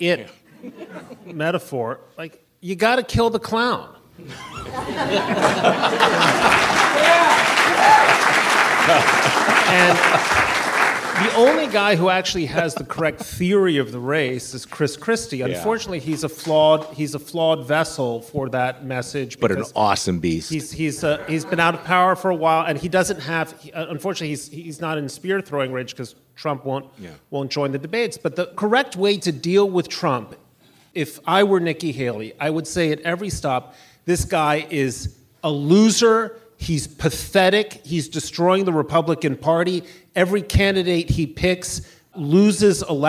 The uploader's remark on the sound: Live from TribFest